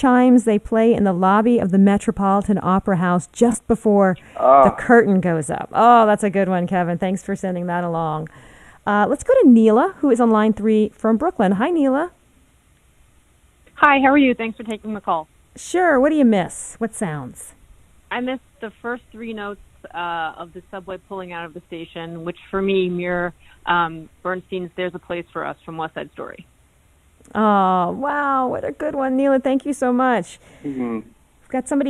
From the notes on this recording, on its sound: We'll also take calls from listeners